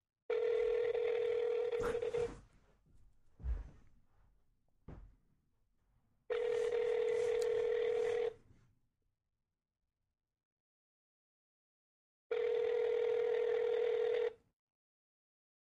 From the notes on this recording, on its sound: Make a special phone call to the state of Washington. Make a special phone call to the state of Washington.